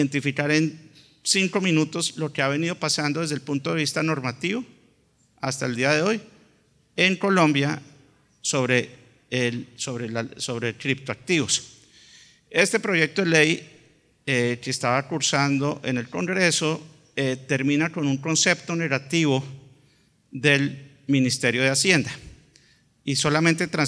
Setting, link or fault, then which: setting, live audience